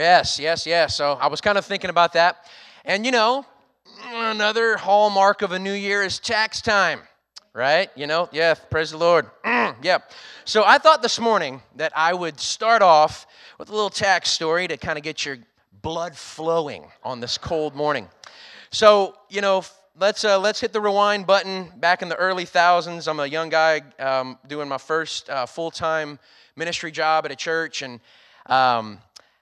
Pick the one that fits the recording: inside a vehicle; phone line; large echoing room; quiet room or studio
large echoing room